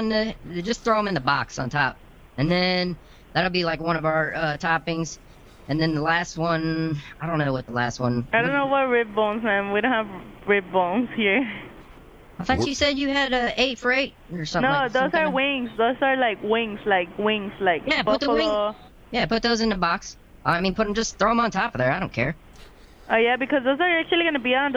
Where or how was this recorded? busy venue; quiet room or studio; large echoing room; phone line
phone line